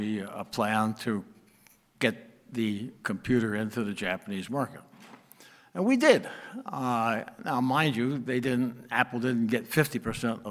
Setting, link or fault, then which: setting, live audience